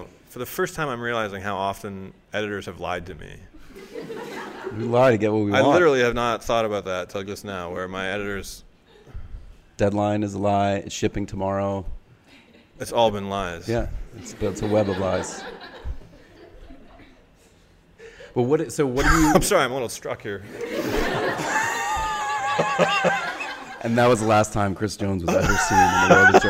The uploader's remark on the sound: Live in Romania. Before a live audience in Bucharest hosted by the Romanian magazine Decât o Revistă.